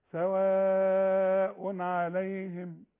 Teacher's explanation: العين بيقولوا انها من حروف الاظهار اظهرها